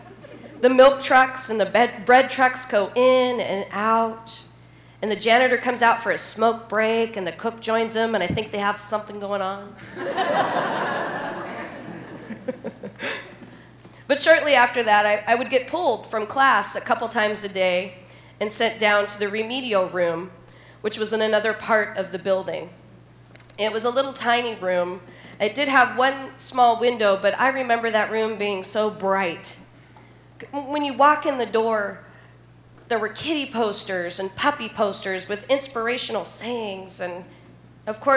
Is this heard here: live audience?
yes